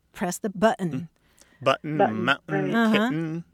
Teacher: more and more I'm hearing younger people use a glottal stop just casually